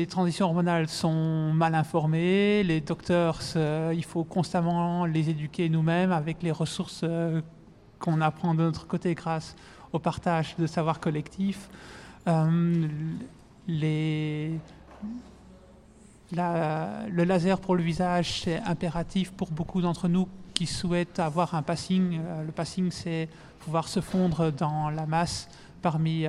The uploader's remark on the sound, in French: Studio Volant enregistré au Recyclart le Vendredi 22 Septembre dans le cadre de la soirée de soutien pour le Fond de Solidarité Trans. Studio Volant enregistré au Recyclart le Vendredi 22 Septembre dans le cadre de la soirée de soutien pour le Fond de Solidarité Trans .